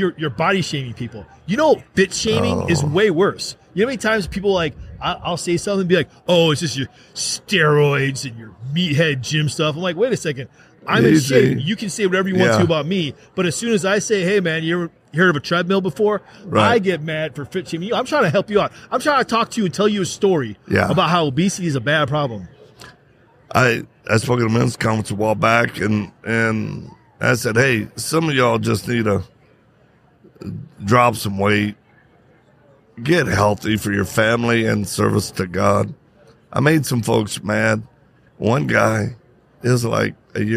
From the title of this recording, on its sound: Live at AmFest